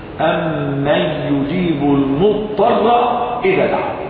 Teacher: لم ينطق بحرف الضاد بل أضغمها في الطاء